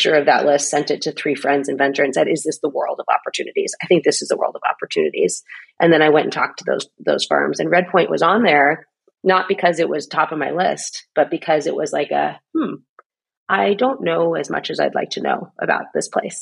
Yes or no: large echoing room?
no